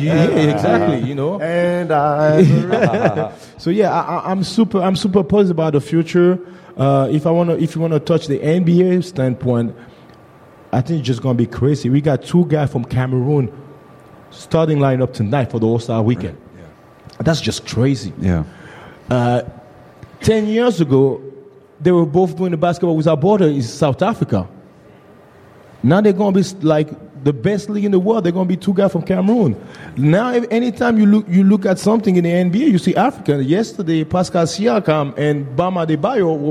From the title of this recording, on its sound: The Cornerstore Podcast LIVE at FieldHouse Jones for Allstar Weekend